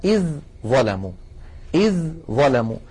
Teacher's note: الذال من طرف اللسان مع أطراف الثنايا العليا، إذ ظلموا، والظاء من المخرج نفسه والذال ساكنة، إذن التقى حرفان متجانسان والأول ساكن، فالعرب تدغم الحرف الأول في الثاني بمعنى تقلبه إلى جنس الثاني.